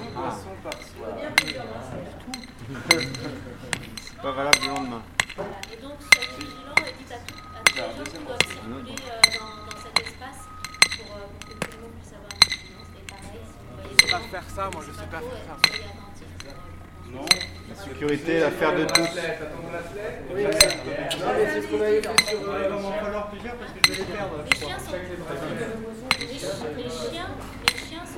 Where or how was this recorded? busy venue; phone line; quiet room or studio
busy venue